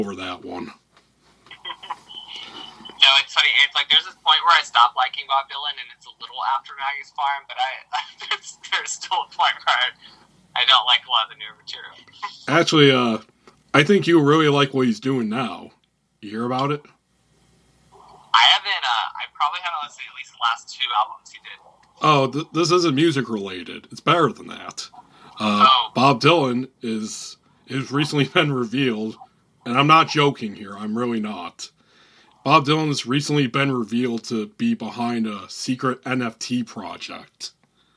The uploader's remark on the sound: Recorded via phone in Grand Rapids, Michigan, and Austin, Texas, on Wednesday, March 23rd, 2022.